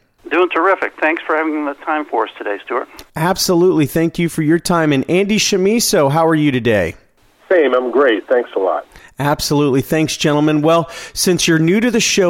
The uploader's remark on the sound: called in to SmallCapVoice